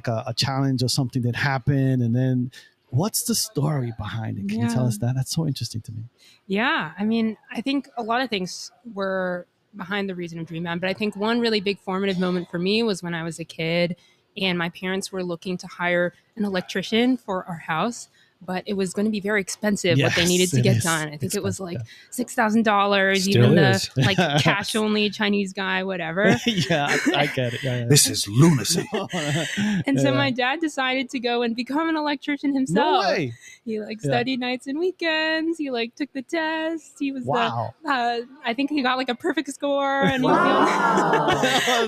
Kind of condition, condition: setting, busy venue